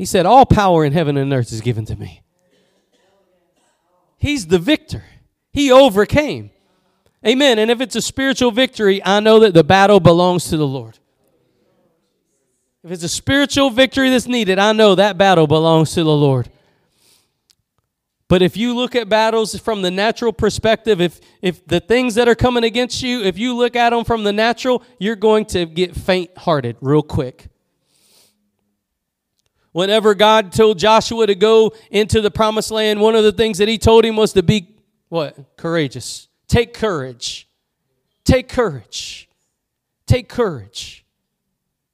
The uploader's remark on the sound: Preached at Gospel Lighthouse in Bossier City, La.